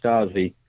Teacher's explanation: the S before T or a P in German has a SH sound